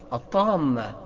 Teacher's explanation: حرف مد مع ميم مشددة سكنت نظرا للتشديد · Term: مثقل